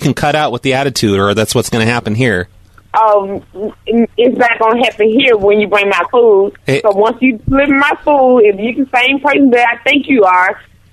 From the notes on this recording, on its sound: …'s Personal Prank Phone Calls Collection.